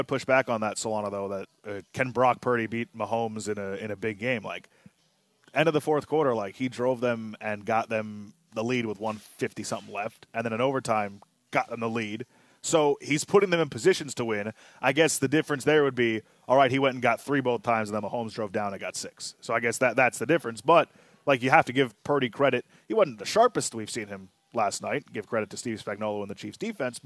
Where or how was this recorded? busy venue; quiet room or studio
busy venue